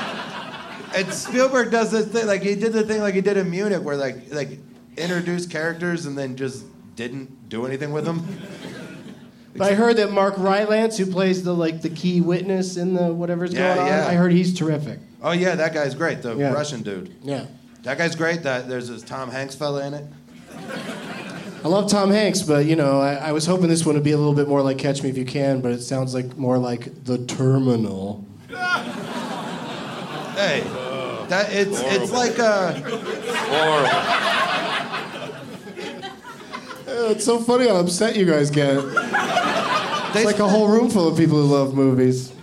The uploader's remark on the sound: Live from Comedy Works in Denver